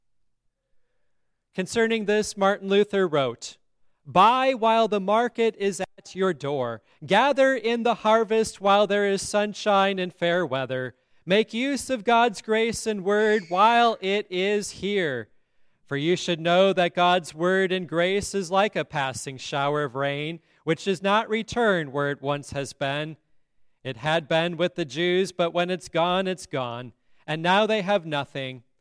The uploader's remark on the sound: at Grace Lutheran Church in Lexington